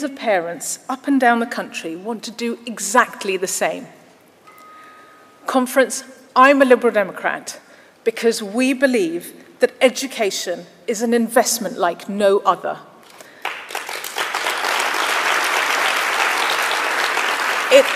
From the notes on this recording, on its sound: Speech to Conference. Speech in Bournemouth.